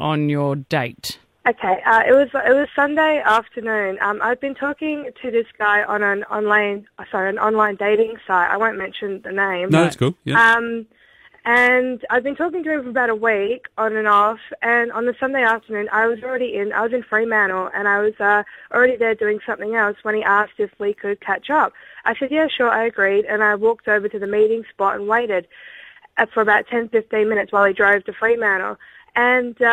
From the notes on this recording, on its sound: … decided to open the phones.